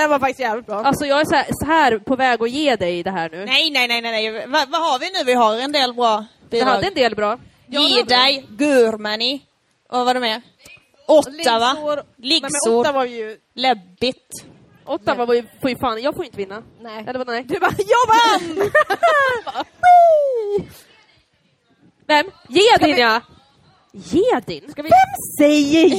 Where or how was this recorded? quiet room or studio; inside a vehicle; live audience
live audience